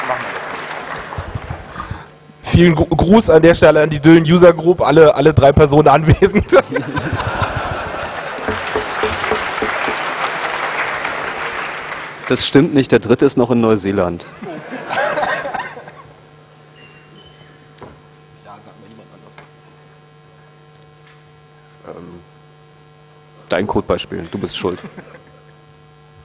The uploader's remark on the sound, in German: Das Literarische Code-Quartett (21c3). Auf der Bühne mit Publikum.